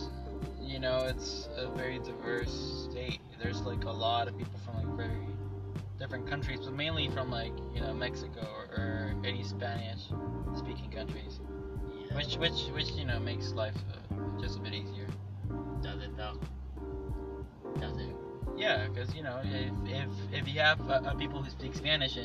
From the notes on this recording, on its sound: Record their very first episode while driving on Houston's wonderful roads.